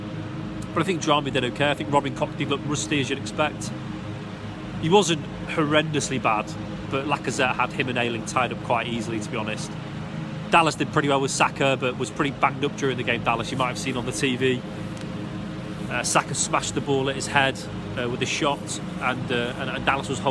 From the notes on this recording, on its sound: Live in the ground with another post-pod as Leeds lose out to Arsenal.